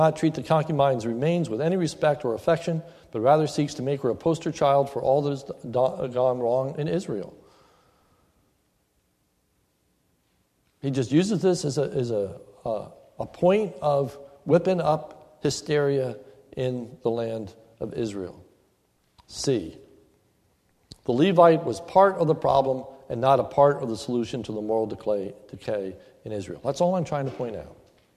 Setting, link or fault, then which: setting, large echoing room